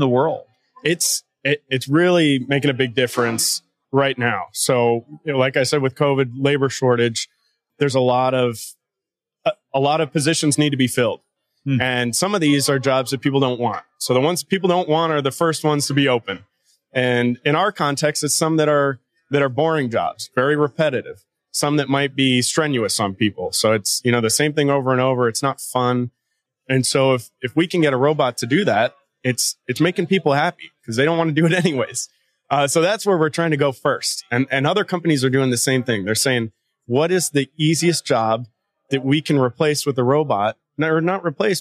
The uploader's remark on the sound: NWA Tech Summit Live